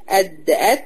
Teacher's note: اللسان بيبقى مستفل عشان الاتنين دول مرققين